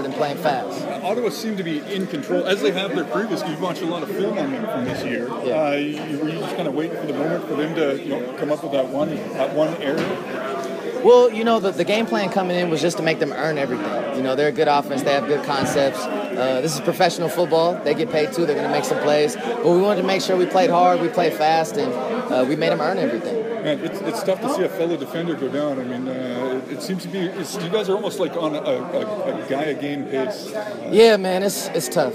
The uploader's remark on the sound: Post Game media scrum. After Edmonton's 23-21 win over Ottawa.